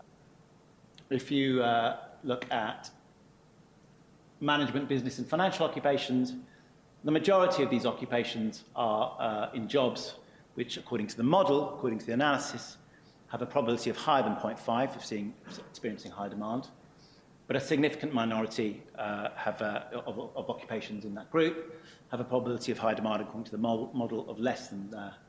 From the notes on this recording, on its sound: IFE Grand Challenge Lecture, recorded 8 September 2017 at QUT.